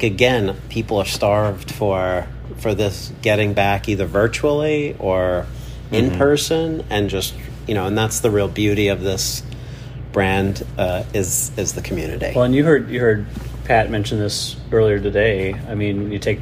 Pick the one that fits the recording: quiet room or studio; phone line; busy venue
busy venue